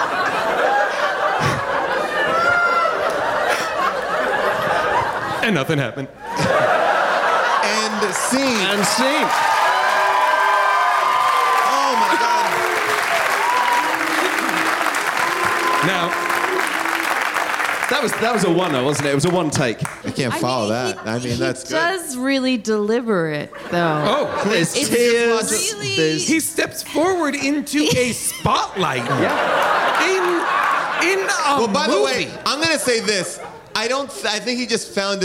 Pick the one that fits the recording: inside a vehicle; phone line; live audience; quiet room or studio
live audience